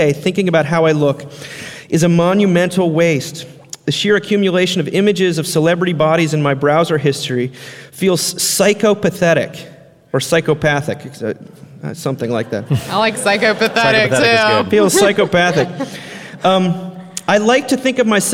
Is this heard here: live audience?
yes